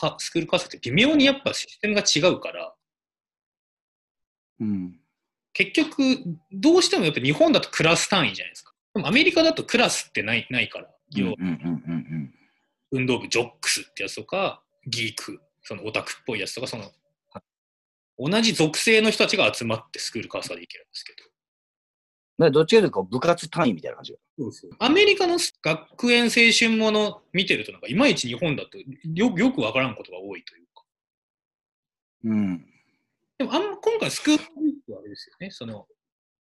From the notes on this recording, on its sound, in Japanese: 今回もリモートで収録しております。